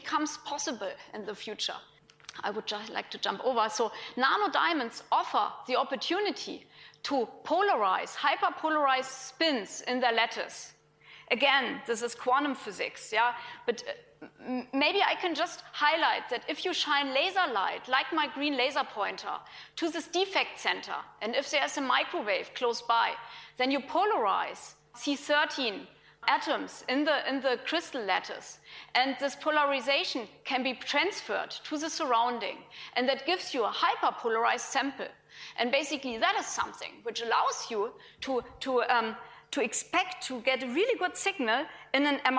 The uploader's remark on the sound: IFE Grand Challenge Lecture, recorded 23 February 2018 at QUT